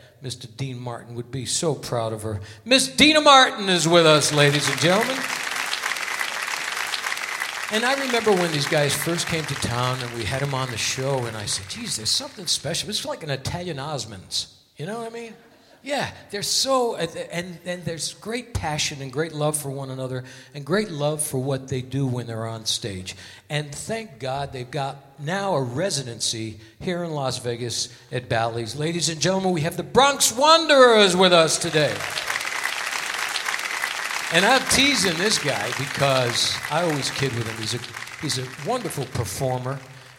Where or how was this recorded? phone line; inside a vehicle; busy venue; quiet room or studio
busy venue